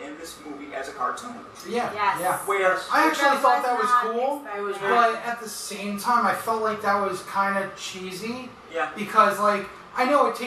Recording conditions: poor sound quality